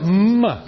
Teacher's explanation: Right, which is a voiced, bilabial, both lips, nasal. Airflow is through the nose